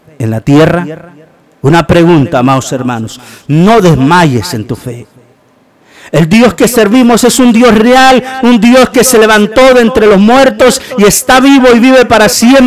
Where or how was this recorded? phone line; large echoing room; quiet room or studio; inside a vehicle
large echoing room